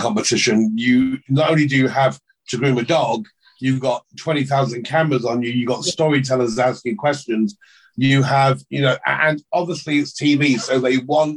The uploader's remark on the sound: Our zoom interview.